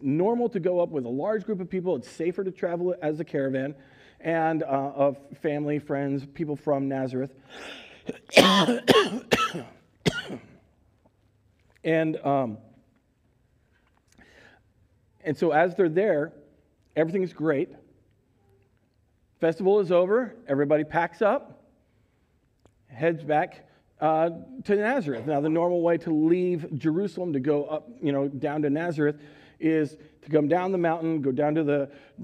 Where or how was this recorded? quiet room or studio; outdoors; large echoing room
large echoing room